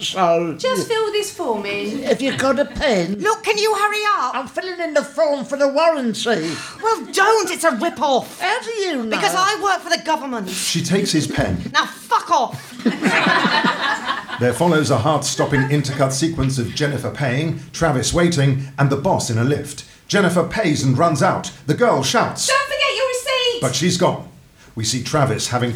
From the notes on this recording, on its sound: Recorded in front of a live audience.